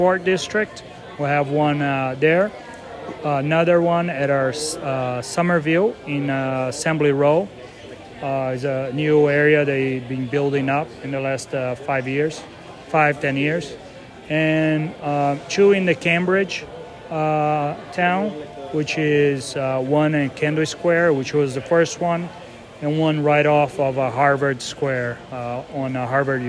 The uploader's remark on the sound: An evening of dining at The Smoke Shop BBQ in Boston. Reviewed live in the raw as normal.